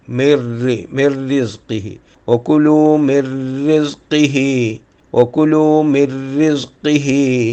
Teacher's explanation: മനാക്കി ബിഹ വക്കുലു മിർ റിസ്ഖിഹി മിൻ റിസ്ഖിഹി എന്നാണ് പക്ഷേ അത് നമ്മൾ സുക്കൂനുള്ള നൂന് റായുടെ മുമ്പിൽ വന്നതുകൊണ്ട് റാക്ക് ഷെഡിടുകയാണ് ചെയ്യുക · Term: ഇദ്ഗാമും ബിലാ ഹുന്ന